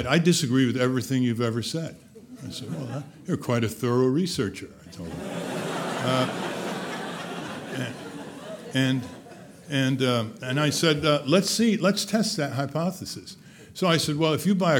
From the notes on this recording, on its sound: In this video podcast, recorded at the 2007 International Achievement Summit in Washington, D.C.